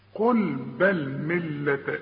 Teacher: اللام المشددة لا تغني، لكن اتك على الحرف علشان يبان الحرف المشدد